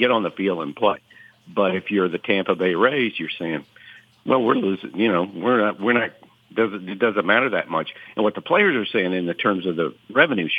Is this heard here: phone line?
yes